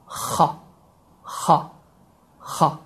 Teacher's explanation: xa hərfi boğazın bu hissəsindən, yəni ədnəl həlq, yəni ağıza yaxın hissədən çıxır ki, burada da xa hərfi eyni ilə Azərbaycan əlifbasında olan x səsinin oxşarıdır.